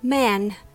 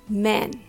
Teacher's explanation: Man with letter A is pronounced with your mouth open bigger than the men with the letter E.